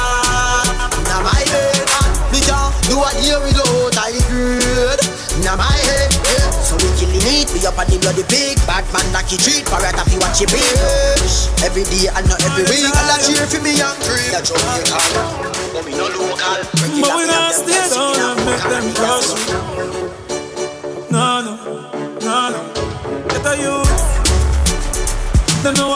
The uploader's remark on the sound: LIVE AT ISLAND SATURDAYS